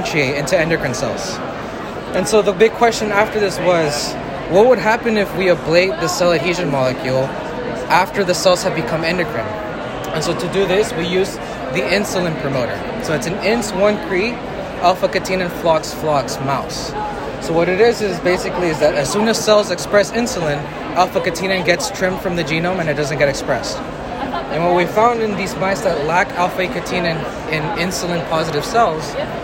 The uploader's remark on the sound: recorded during Day 1 of the Islet Study Group 2023 poster session